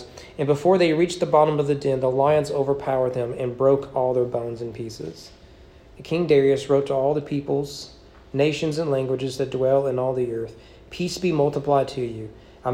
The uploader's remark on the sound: Sermon preached at East Frankfort Baptist Church on July 10, 2022 during evening worship.